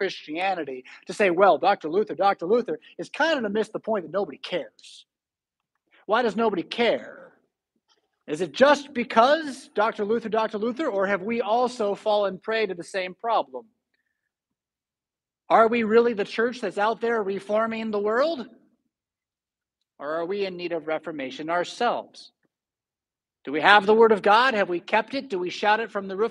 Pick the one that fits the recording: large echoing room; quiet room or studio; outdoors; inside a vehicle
large echoing room